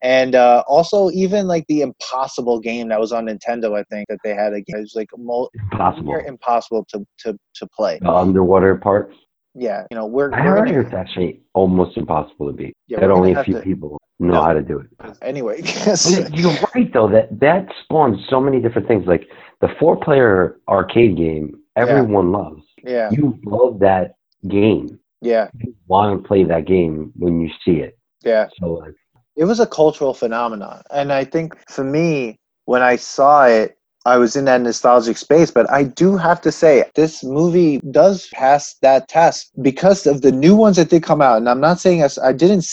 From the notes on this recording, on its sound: We recorded this on April 30th, 2020 on Zoom so there are small sound discrepancies.